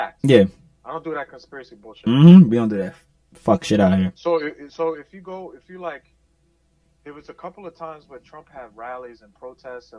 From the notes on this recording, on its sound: Jumps on the phone line to give his thoughts and dissect the situation. This was done on short notice, so please excuse the audio quality and the poor editing!